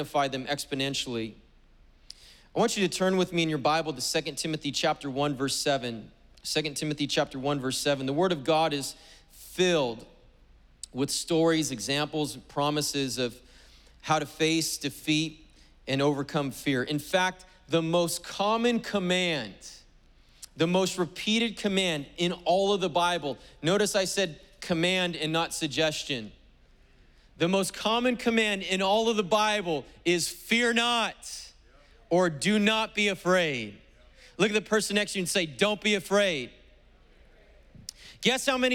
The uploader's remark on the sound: preached on October 3rd at the 11:30AM service